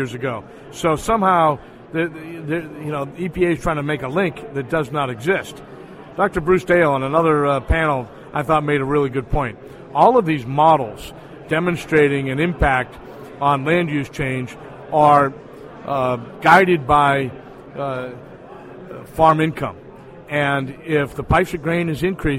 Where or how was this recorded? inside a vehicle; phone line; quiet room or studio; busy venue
busy venue